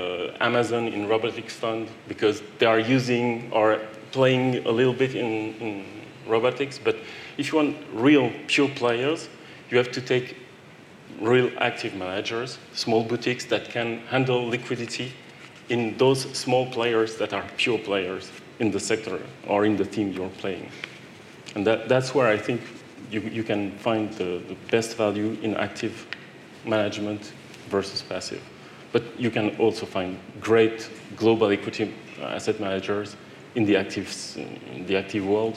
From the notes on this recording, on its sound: In a panel session at Citywire Luxembourg 2018